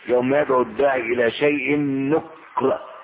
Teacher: وقرئت بالإسكان بالسكون على الكاف